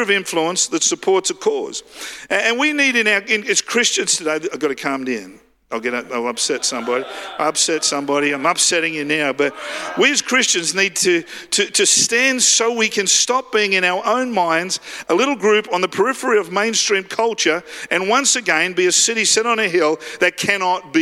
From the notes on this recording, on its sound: live at Freshwater Church on Sunday the 19th of March 2023